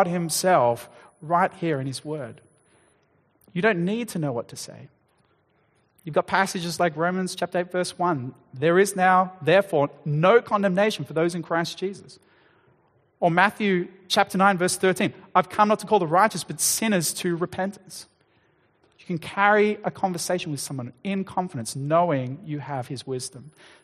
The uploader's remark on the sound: Sermon Recording